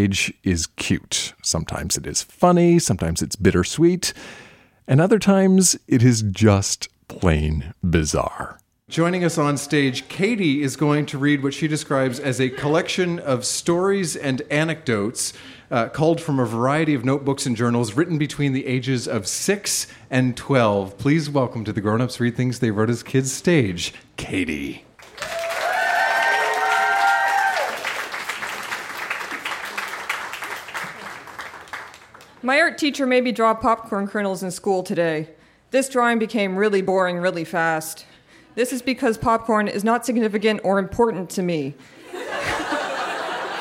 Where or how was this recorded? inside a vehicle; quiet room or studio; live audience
live audience